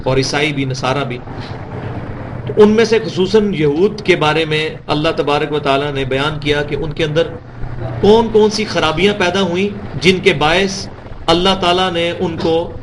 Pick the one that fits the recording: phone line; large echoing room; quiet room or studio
large echoing room